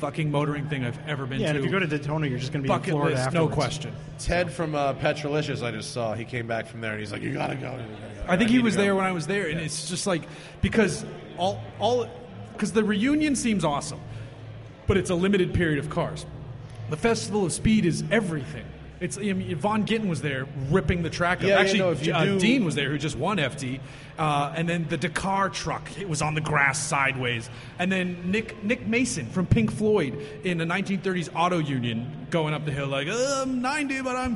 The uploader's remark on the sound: We decided to record this one in person. A handful of folks gathered at Four Sons Brewery in Huntington Beach, CA.